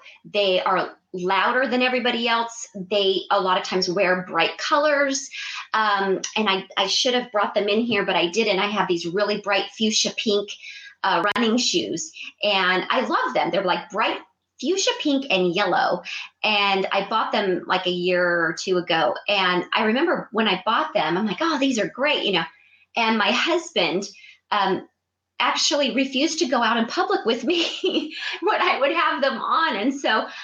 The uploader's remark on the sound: This episode is the live Blab feed from my live Blab broadcast.